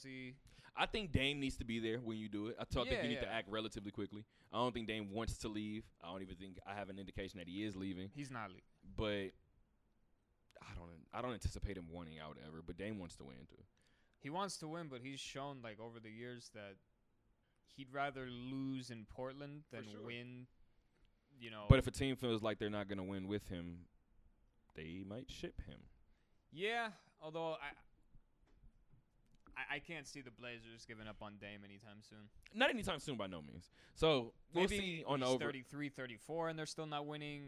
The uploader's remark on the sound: Talk that Talk Radio Show Live from Westgate